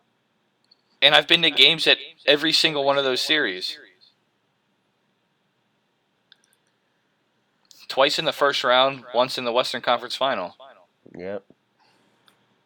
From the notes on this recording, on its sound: We also understand if the audio has a little echo in it we are working on getting microphones.